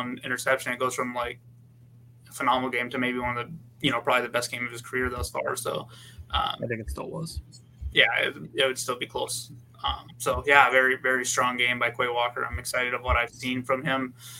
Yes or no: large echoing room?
no